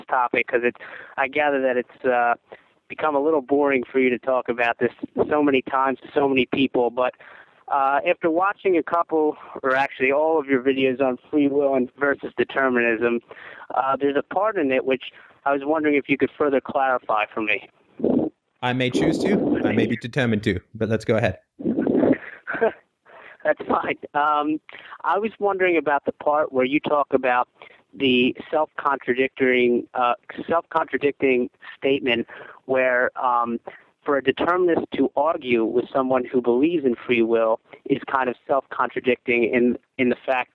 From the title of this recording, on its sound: Sunday Call In Show